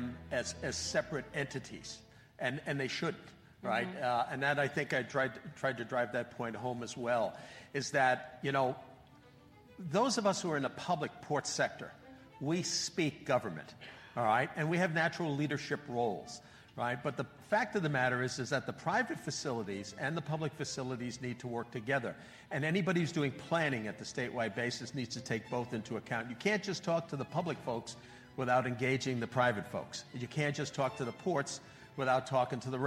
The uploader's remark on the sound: This month we were pleased to share our message with a live audience at the IRPT 2023 Annual Conference.